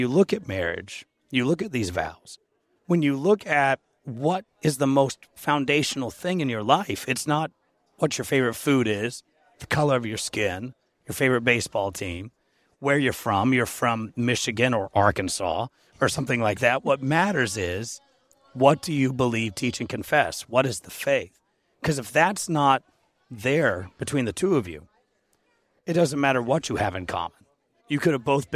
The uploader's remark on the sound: at the Higher Things conference in Carbondale, IL